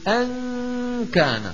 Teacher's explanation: النون المخفاة كل ما في الأمر أن عمل اللسان بطل فيها، كنا نقول أن كان ذا مال وبنين، صرنا نقول أن كان، ها أن اللسان في الداخل لكن لا يقرع غار الحنك الأعلى، لا يقرعه، بطل عمل اللسان وبقي عمل الغنة من الخيشوم ظاهرا، وطولناه وزدنا فيه في صوت الغنة يعني تعويضا عن نصف اللسان، عن النصف اللساني للنون الذي بطل التصويت به.